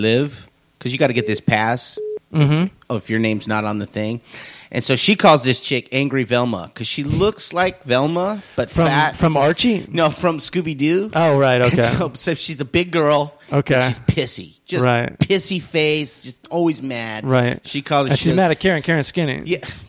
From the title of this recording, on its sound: Listener Phone Calls